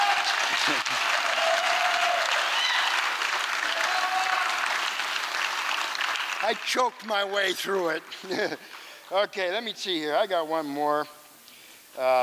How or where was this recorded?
live audience